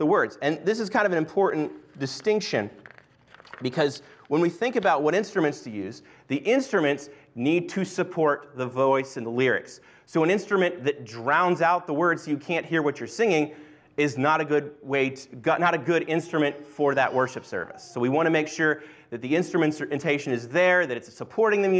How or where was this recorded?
large echoing room